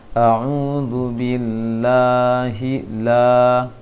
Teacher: maka ke A, jangan ke E diarahkan. Membuka seakan-akan baca A bukan E. A'udzu billah, harus buka. · Term: fathah yang tipis